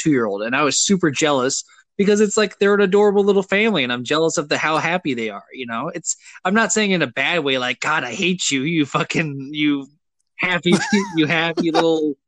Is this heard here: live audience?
no